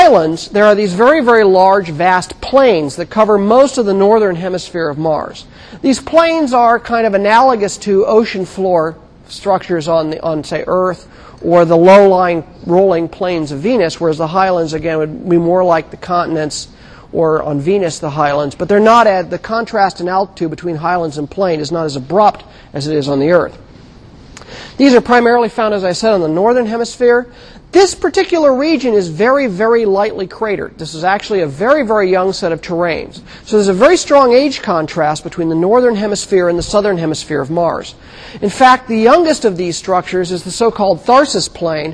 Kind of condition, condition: setting, large echoing room